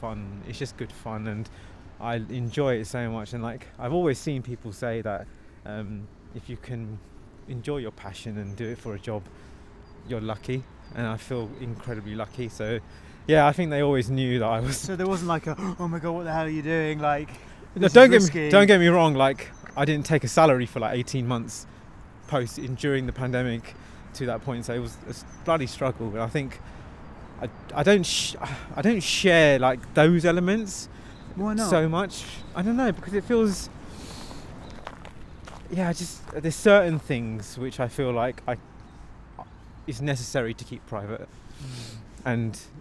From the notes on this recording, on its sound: Welcome to a bitterly cold Victoria park for a second time this week. Recorded live in the park. Took a stroll to chat.